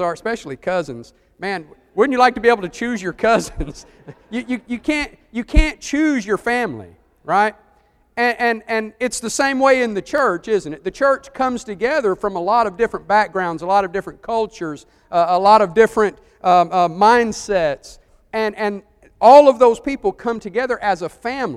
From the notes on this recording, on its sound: Preached for the church of Christ at Cusseta Road in Columbus, GA